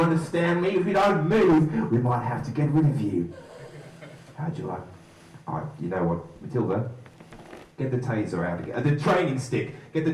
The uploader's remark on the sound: More live stand-up. The recording was too fuzzy! With apologies for sound quality in general. Dead Frogs Society is a comedy night running last Wednesday of the month (not August) at the Thunderbolt on Bath Road, Totterdown, Bristol.